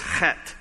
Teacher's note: the TH is actually a hard T, so it's chet.